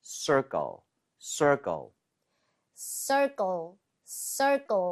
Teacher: 혀가 뒤로 당겨졌다가 앞으로 금방 뻗어야 됩니다